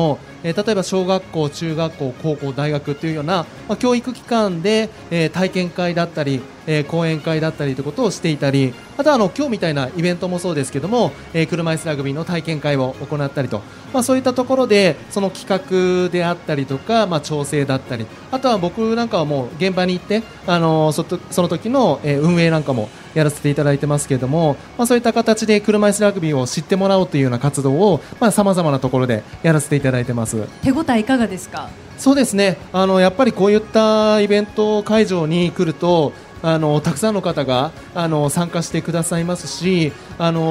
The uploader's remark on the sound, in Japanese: 8月20日に東京・駒沢オリンピック公園中央広場で行われました当番組の公開収録の模様です。